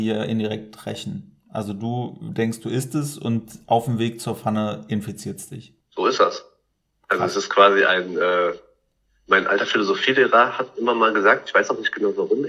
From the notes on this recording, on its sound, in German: Und warum ist unsere Tonqualität so beschissen?